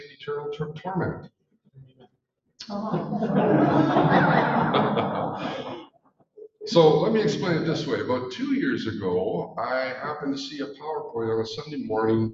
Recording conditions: poor sound quality